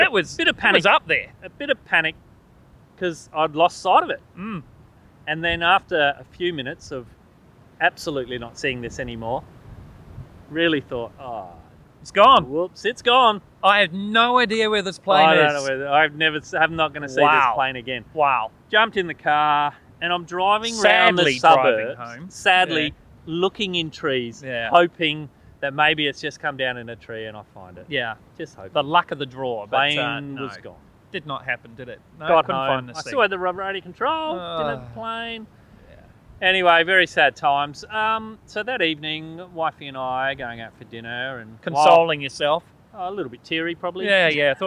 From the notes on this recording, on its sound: We continue our outside recording from Bulli headlands.